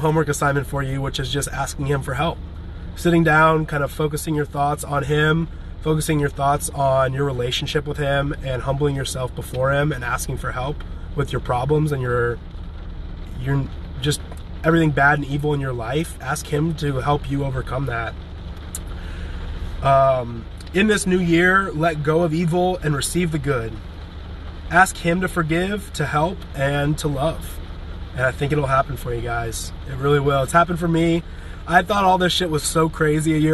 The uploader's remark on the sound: This is a livestream recorded on Instagram from my "home" in a parking lot in Brentwood, Tennessee.